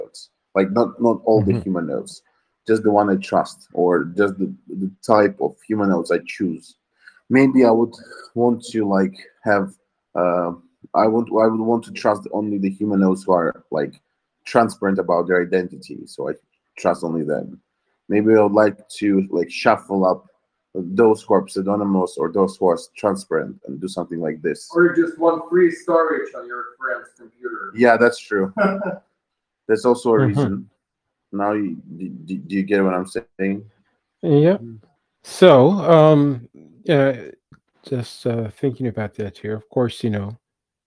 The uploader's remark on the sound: This is the recording of the Fireside talk which took place in Humanode telegram voice chat on September 22nd, 2021.